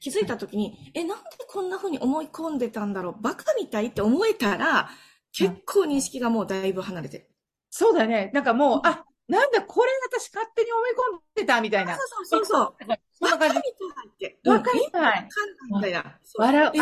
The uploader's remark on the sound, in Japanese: オンラインでの収録のため所々聞きずらいところもありますが、何とぞご了承ください。